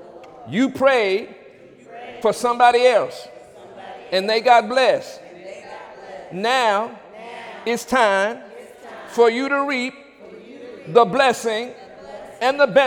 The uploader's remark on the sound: During Wednesday night service on February 8, 2017